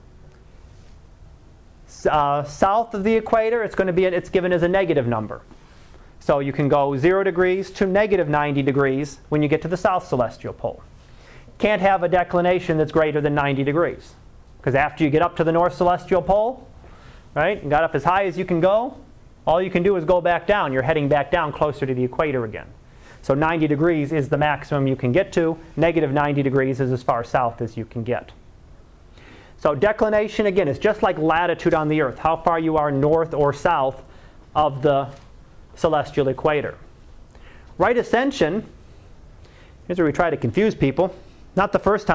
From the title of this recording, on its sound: Live Class Lecture